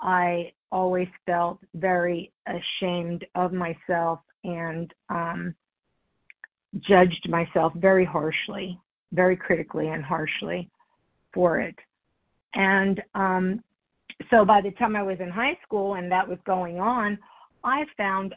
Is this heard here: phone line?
yes